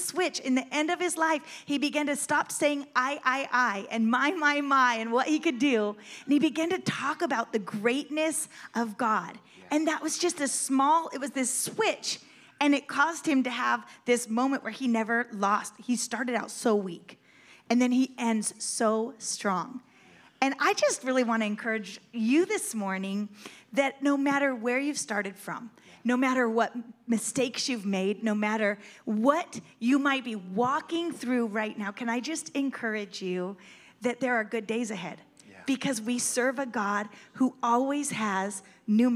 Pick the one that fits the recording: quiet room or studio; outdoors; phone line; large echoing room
large echoing room